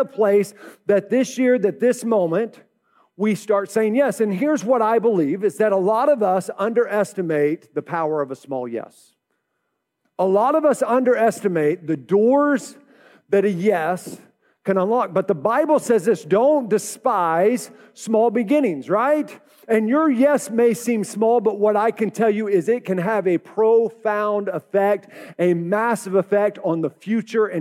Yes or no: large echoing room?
yes